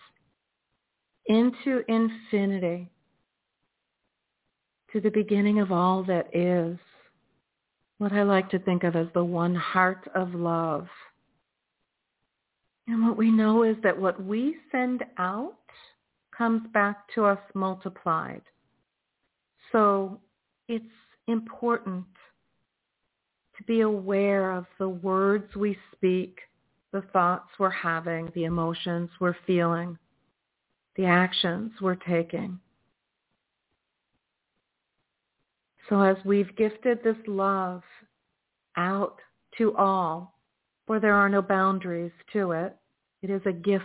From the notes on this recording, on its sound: In response to callers' questions.